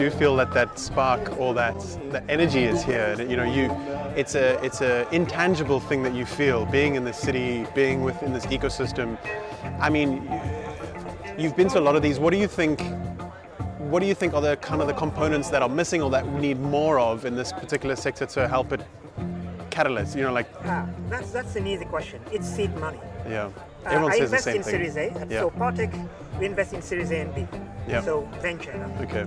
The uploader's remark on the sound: Was recorded at the AfricArena West African Summit in June 2021, held at The Raddison Sea Plaza hotel in Dakar. Throughout the conference, I chatted to as many stakeholders as possible.